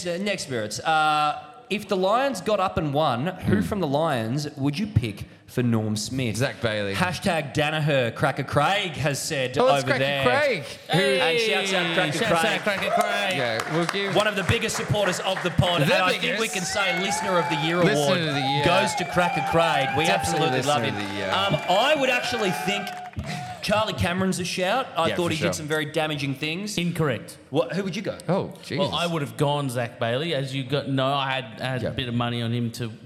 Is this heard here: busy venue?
yes